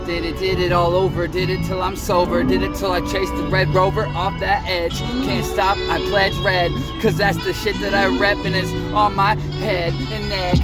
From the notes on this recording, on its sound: it's recorded literally driving so excuse the static in the back